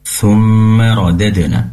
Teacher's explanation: Ketika membaca thumma, pastikan mimnya pendek.